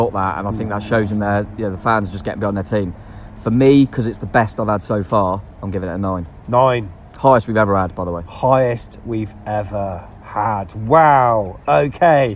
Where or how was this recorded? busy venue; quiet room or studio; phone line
busy venue